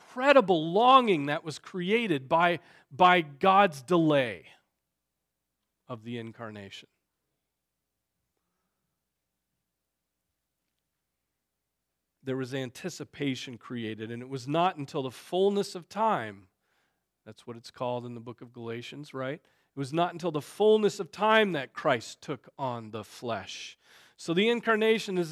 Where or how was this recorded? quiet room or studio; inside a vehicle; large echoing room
large echoing room